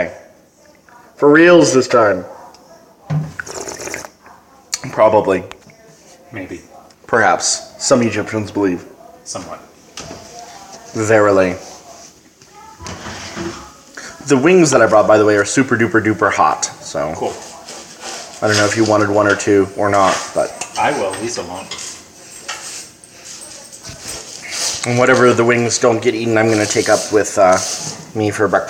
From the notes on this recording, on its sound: In the kitchen while he cooks as we take audio notes on this wine for my Noise article.